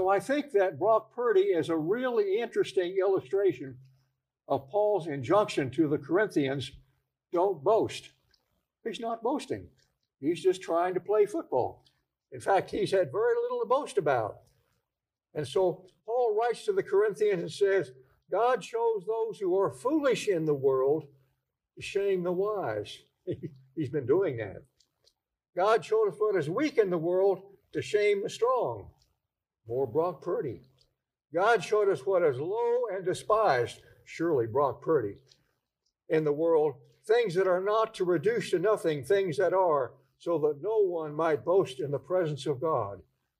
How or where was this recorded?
large echoing room